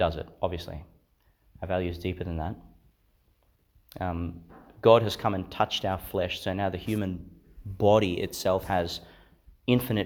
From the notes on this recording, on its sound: Delivered in Sacred Heart Church, Theodore, Qld.